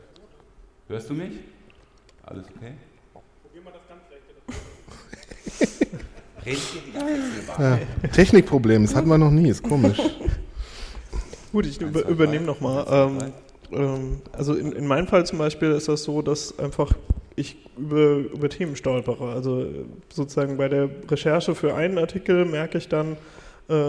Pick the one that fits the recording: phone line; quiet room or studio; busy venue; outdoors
busy venue